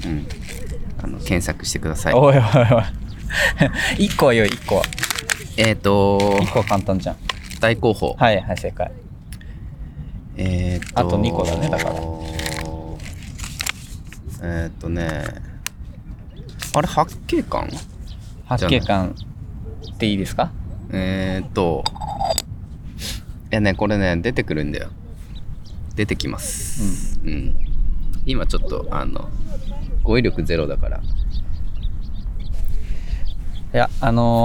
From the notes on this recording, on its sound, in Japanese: 久しぶりに外で収録